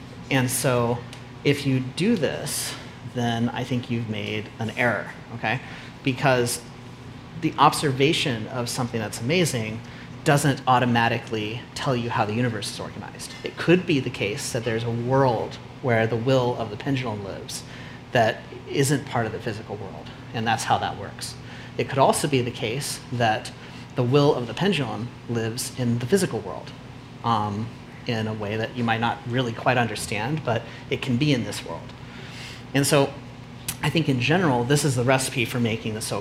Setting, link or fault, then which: setting, busy venue